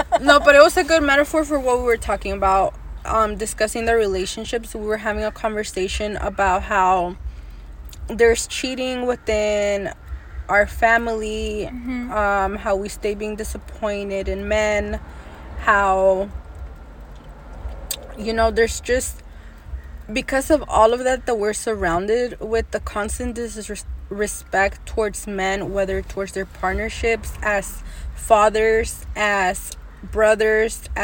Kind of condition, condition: fault, sounds in the background